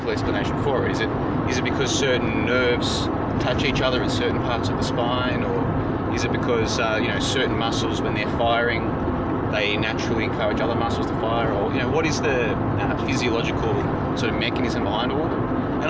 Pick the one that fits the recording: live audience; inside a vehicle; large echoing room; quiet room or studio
inside a vehicle